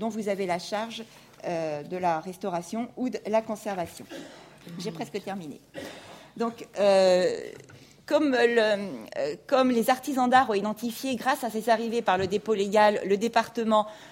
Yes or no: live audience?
yes